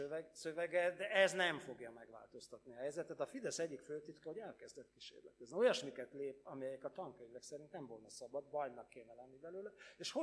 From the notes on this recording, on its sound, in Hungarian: rendezvényének felvétele